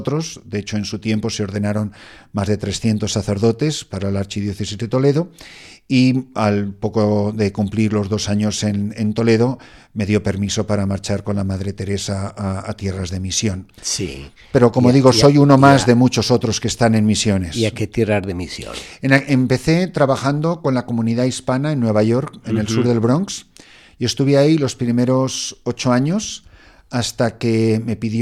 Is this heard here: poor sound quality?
no